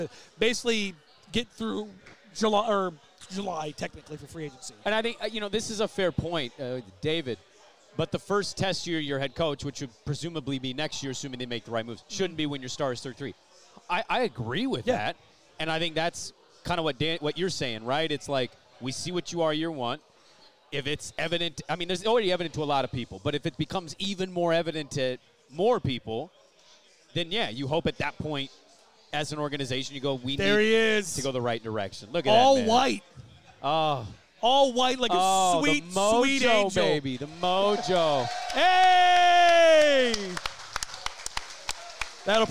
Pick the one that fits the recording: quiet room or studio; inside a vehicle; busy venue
busy venue